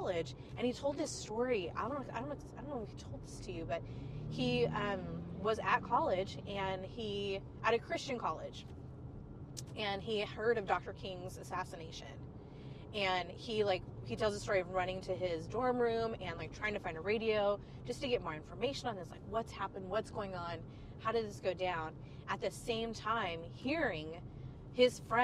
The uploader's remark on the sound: we invite more friends in the car to chat